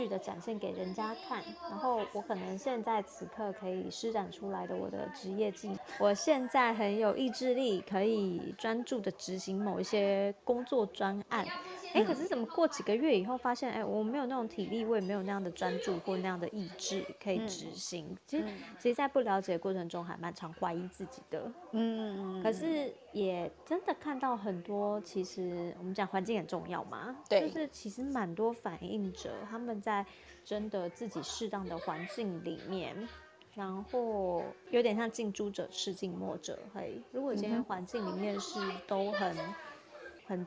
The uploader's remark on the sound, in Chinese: 此音檔是由club house直播中錄製的。故音質無法與專業麥克風及錄音室錄製比較。